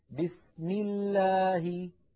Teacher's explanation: أما إذا سبقت بكسرة فإن لفظ الجلالة ترقق لامه